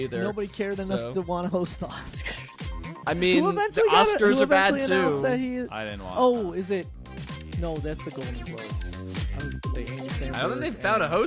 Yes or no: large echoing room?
no